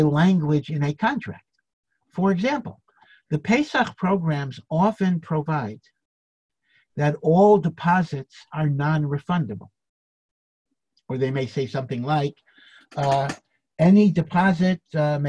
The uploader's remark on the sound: Zoom Classes.